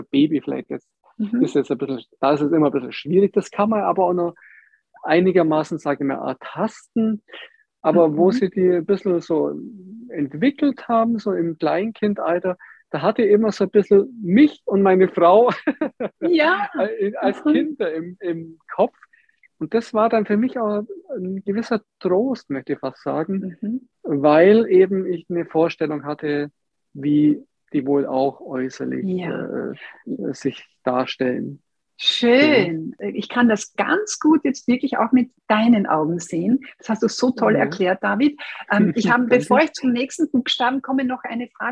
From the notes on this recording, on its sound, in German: Diesen Fragen und mehr sind wir in unserem Gespräch via Zoom nachgegangen.